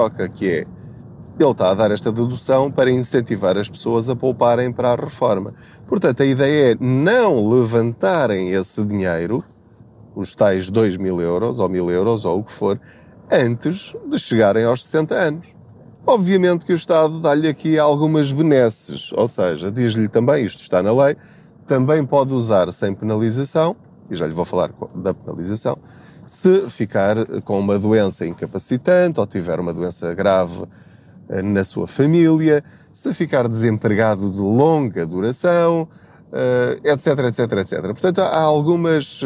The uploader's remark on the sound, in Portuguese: Não ligue aos barulhos da viagem.